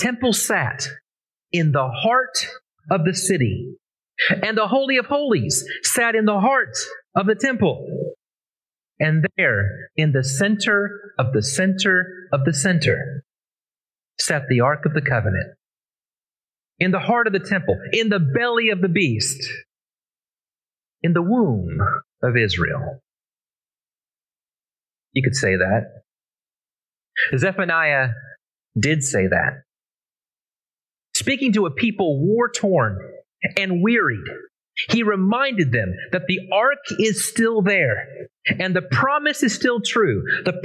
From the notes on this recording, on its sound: Originally preached at the West Side Church of Christ (Searcy, AR) on December 4, 2022.